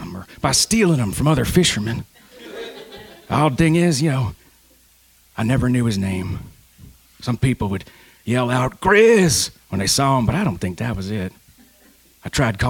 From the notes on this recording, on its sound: Recorded live: A Drabblecast story slam that took place March 27th 2014 in Baltimore Maryland at the EMP Art Collective.